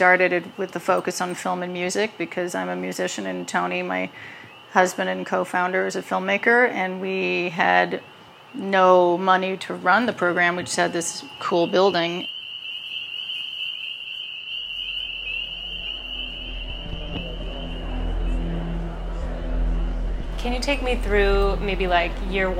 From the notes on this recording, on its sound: Dispatch from Basilica Hudson. The interview also contains various field recordings collected around Hudson.